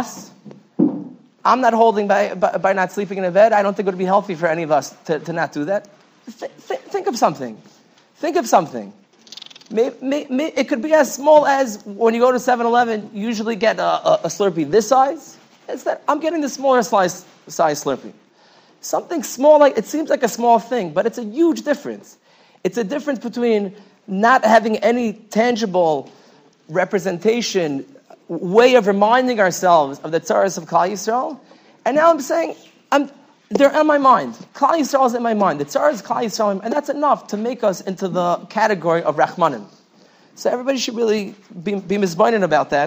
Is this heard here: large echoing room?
yes